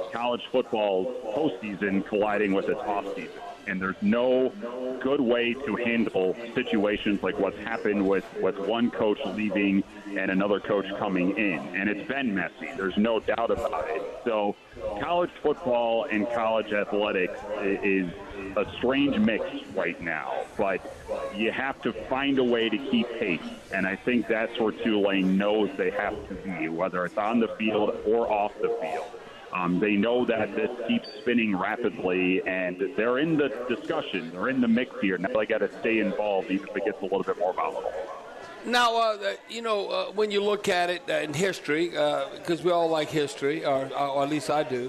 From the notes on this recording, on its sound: Broadcasting LIVE at Rouses in Covington.